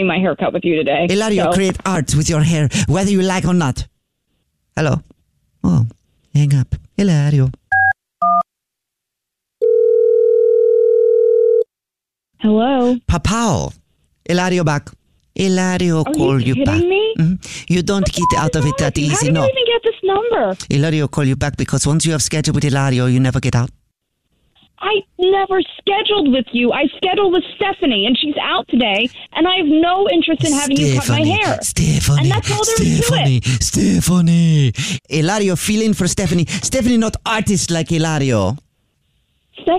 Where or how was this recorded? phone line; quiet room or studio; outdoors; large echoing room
phone line